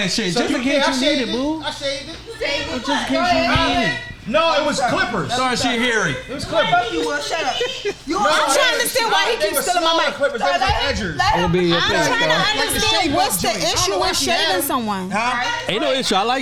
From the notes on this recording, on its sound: Live From Krush Lounge in Philadelphia Pa on 4/4/23!